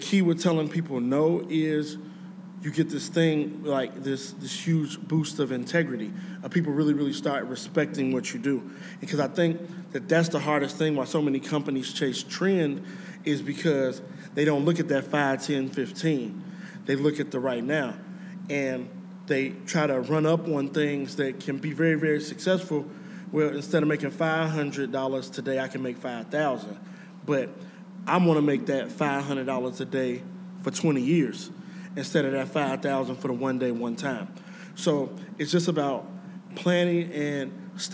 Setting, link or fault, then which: setting, live audience